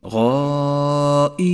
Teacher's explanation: جاء حرف المد وهو الياء، وبعده حرف ساكن سكونا عارضا بسبب الوقف وهو حرف النون. · Term: المد العارض للسكون